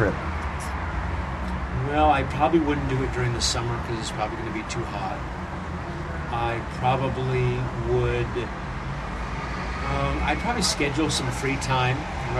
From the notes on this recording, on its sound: Recorded on location in Israel.